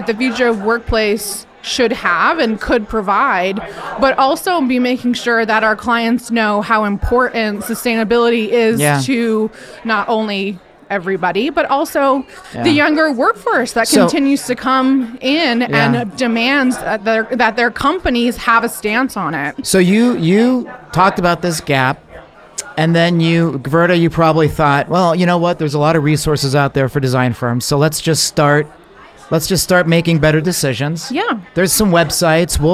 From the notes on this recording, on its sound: LIVE from NeoCon. During NeoCon we managed to do a series of podcasts LIVE from the OFS showroom in Chicago.